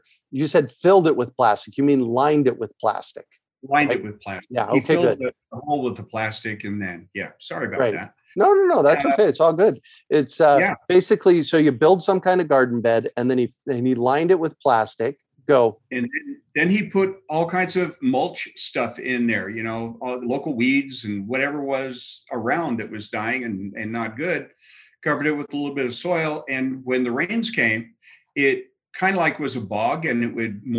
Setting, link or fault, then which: link, video call